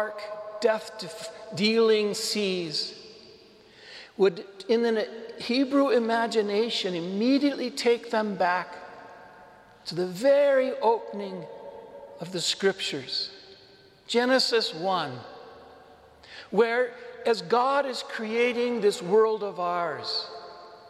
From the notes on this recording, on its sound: This homily was delivered to the Saint Francis Catholic Community in Cuenca, Ecuador.